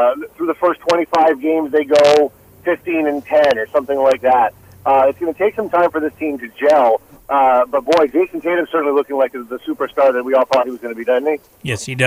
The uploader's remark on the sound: Boston Herald Sports Editor. Calls in to give his take on the Patriots, Celtics and Red Sox!